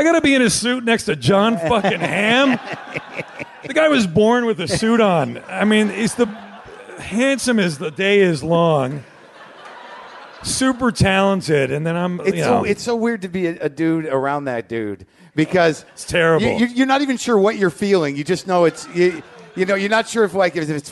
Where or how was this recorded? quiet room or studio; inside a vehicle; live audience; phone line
live audience